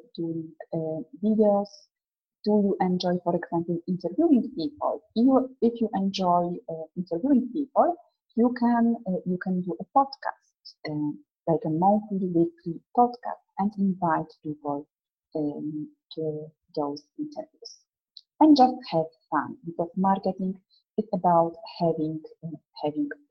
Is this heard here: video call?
yes